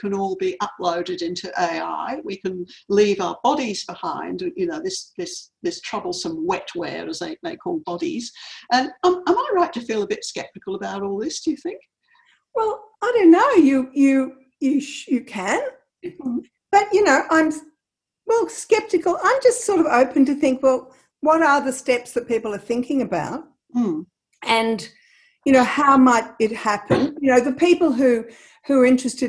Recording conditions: video call